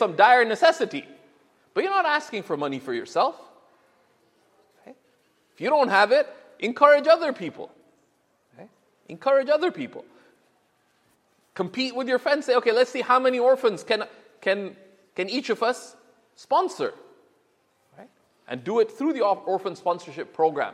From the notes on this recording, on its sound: This Friday sermon was delivered in September of 2017 at the University of Toronto.